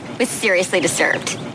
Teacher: if you pay close attention to the words sweater and disturbed, you'll really hear the creak.